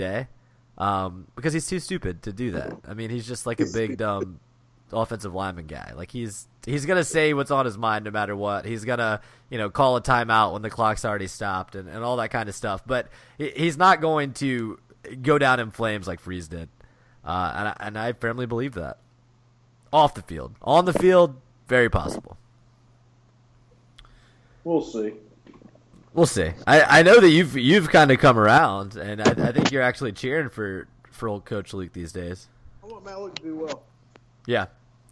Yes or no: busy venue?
no